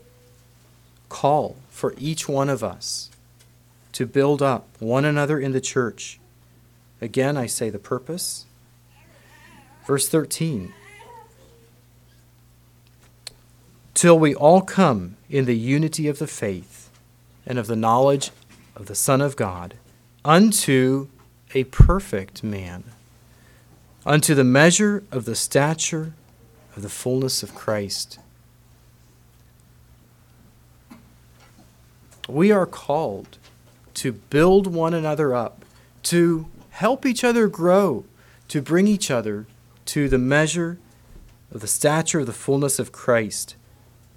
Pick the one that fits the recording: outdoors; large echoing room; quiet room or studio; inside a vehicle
large echoing room